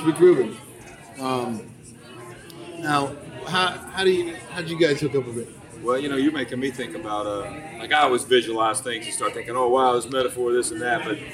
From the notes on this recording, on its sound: Backstage at Firefly Music Festival.